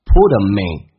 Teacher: 后面还有个连音 min，用降调来发